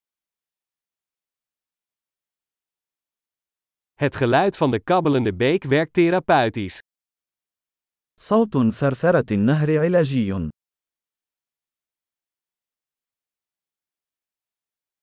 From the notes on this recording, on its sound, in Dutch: Leer Arabisch: een wandeling in het bos. Is het niet heerlijk om deze eekhoorns te zien rondrennen? Het geluid van de kabbelende beek werkt therapeutisch. Het panorama vanaf deze heuveltop is adembenemend.